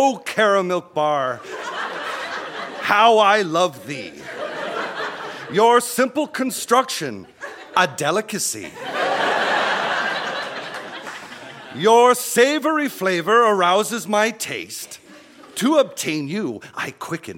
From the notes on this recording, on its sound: Recorded live at The Gladstone Theatre in Ottawa.